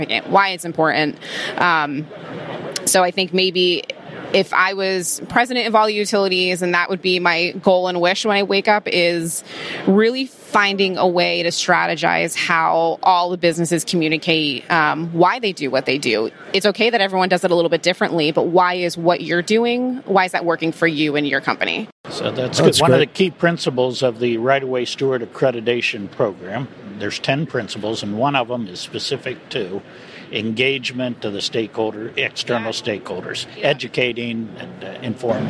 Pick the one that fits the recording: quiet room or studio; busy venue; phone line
busy venue